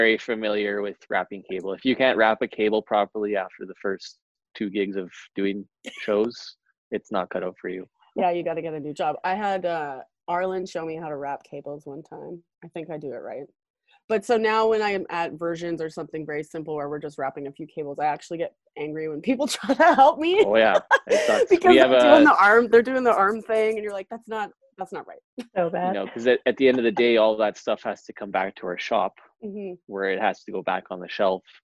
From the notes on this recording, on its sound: I touch base with them via Zoom